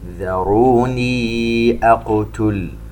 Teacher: الذال مرققة والراء مفخمة